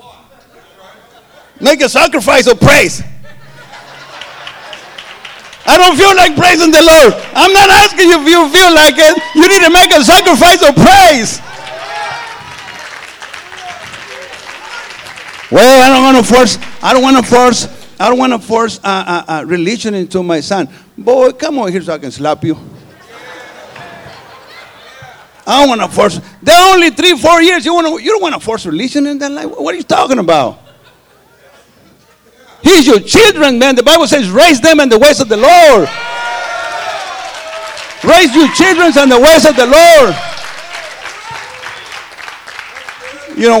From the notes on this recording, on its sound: This is the tenth sermon preached at our Harvest Time Conference.